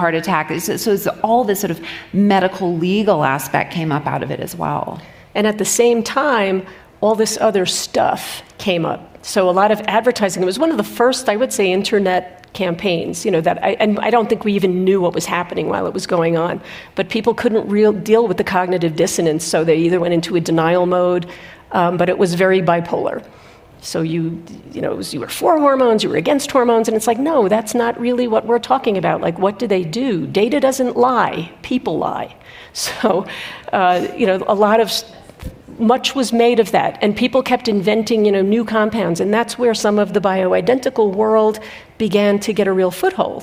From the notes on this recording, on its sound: Two obstetrician and gynecologists meet on stage at the 2023 Aspen Ideas Festival.